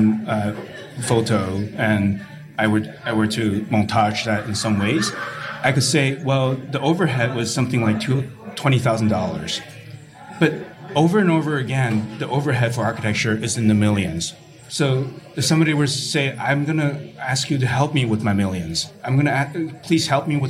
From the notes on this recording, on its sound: Panel discussion. Recorded live at Jai & Jai Gallery in Los Angeles, part of Archinect's first live-podcasting series, Next Up.